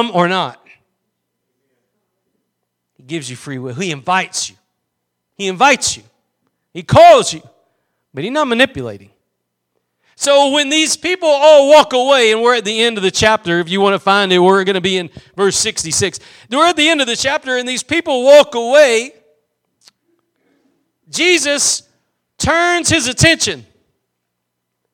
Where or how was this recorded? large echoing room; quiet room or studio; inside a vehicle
large echoing room